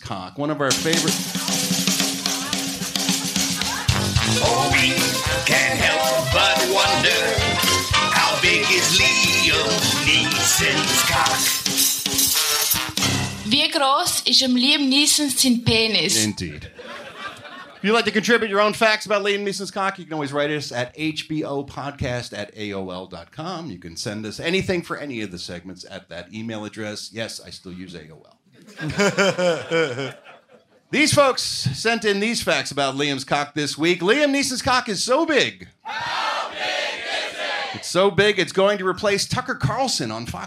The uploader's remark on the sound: perform live at Flappers Comedy Club in Burbank, CA on May 20, 2023.